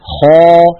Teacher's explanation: فلا بد من خا أن تخرج الألف مفخمة لأنها سبقت بحرف مفخم